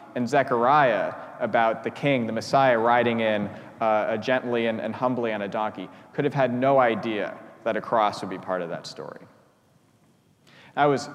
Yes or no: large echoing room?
yes